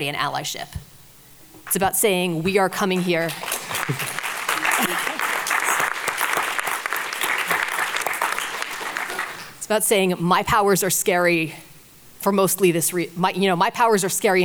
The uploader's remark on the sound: Live at Rose City Comic Con